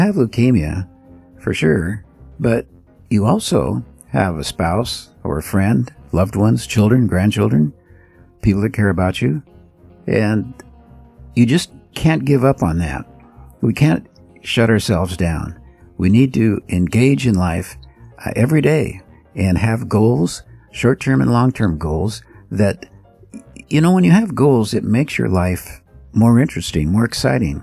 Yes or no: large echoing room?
no